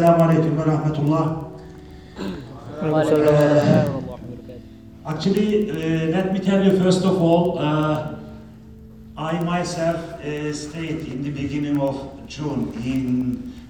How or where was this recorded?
live audience